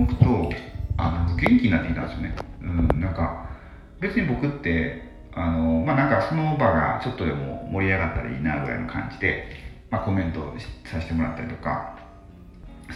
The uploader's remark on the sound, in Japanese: 風呂に入りながら収録したので 若干聴き辛いですが